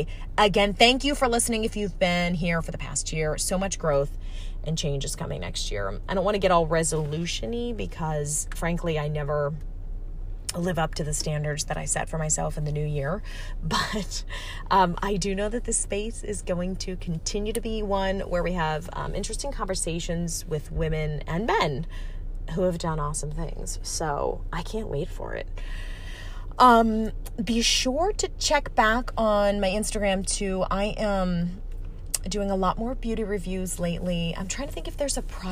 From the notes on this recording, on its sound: I'm on a solo journey comin' at you LIVE from my van, like the true professional I am.